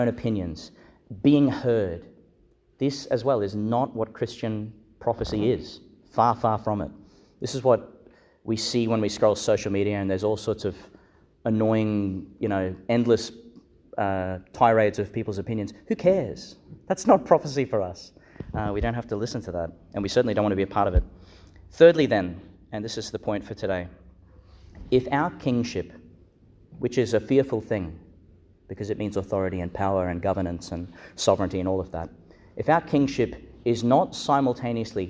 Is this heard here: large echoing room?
yes